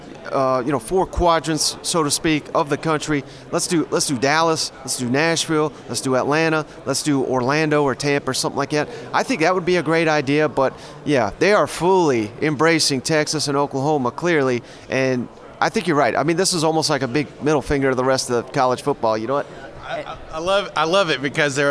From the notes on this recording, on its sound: At SEC Media Days! Live from Radio Row.